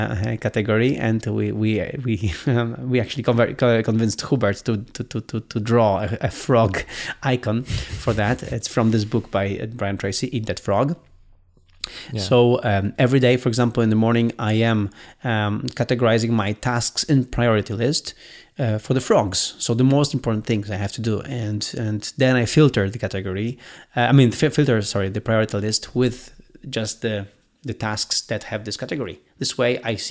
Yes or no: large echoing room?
no